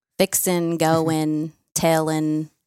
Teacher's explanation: We just get rid of the letters altogether. There is no G on the end of any word in the South. · Term: no G's